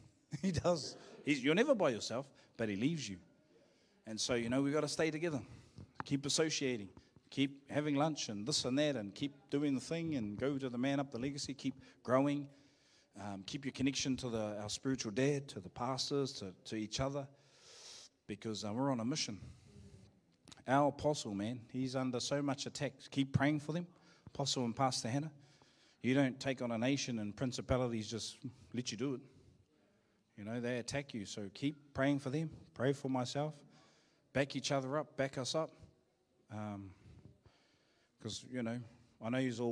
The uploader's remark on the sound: Live from IwiTapu Destiny Church Hawkes Bay